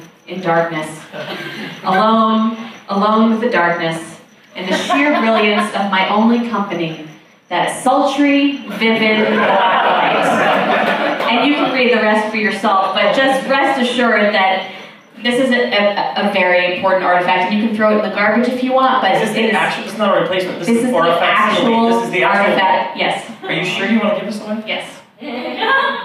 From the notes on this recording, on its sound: The sound quality of this episode is a bit rough. Recorded live at the NerdMelt Showroom, Los Angeles, California, U.S.A.